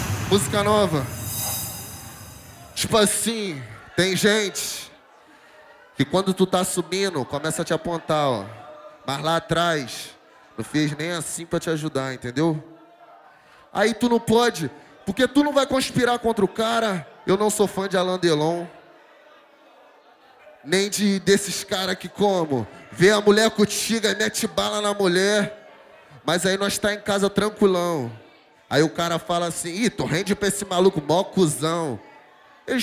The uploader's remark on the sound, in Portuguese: Ao vivo na Roda de Funk. Gravado Ao Vivo.